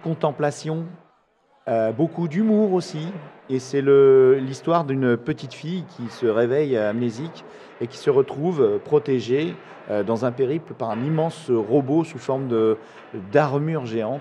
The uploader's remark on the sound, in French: Cet épisode a été enregistré dans les conditions du live pendant le festival du podcast, Podrennes. Cela s’entend dans les bruits de fond du podcast, mais cela ne le rend que plus vivant.